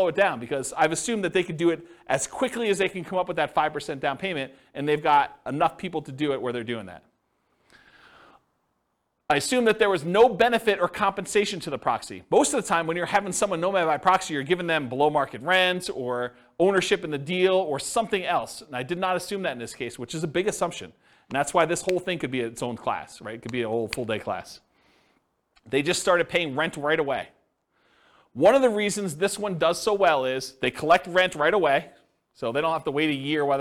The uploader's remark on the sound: This was a live class recorded